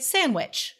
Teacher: That's too many consonants. So that D just totally disappears and we just say sandwich · Term: elision